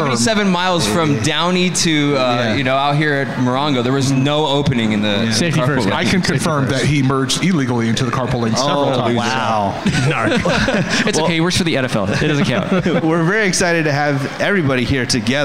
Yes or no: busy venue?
yes